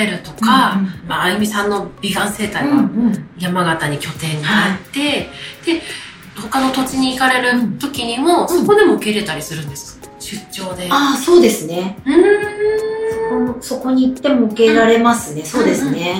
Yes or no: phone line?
no